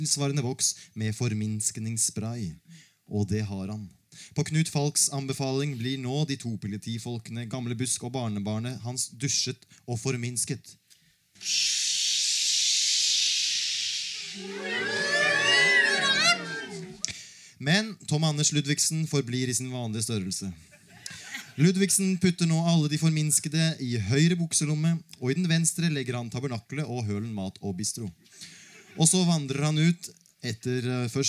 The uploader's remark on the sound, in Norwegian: Spilt inn under festivalen Sånafest, direkte foran publikum. Produsert av Sånafest.